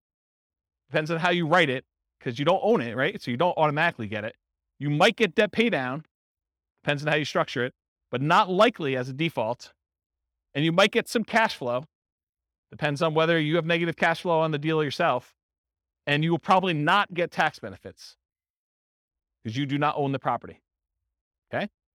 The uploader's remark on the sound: Real estate entrepreneurs in Charleston, West Virginia. This was a live class recorded. The live in-person version.